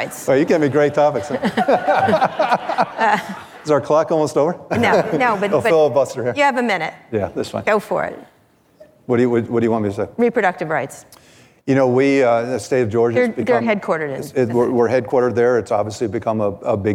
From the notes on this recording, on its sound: Live at Code 2019. At the 2019 Code Conference.